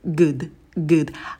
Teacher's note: в слове good у нас краткий у, а мы губы вперед не вытягиваем и стараемся этот звук проскочить как можно быстрее.